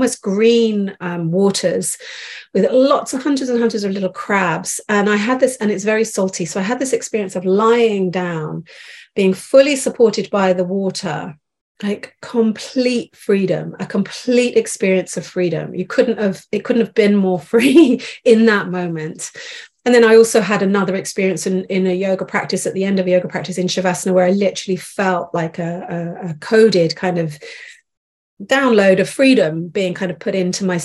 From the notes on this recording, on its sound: This episode is from a live Call